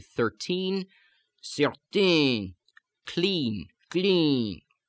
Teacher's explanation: It's that rear focus. Now, when the N, the nasal sound, follows the E, then you get to open the nose fully.